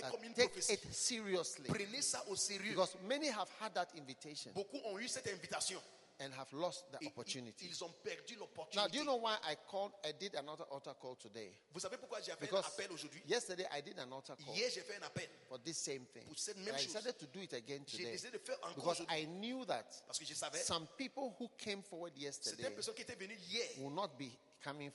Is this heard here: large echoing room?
yes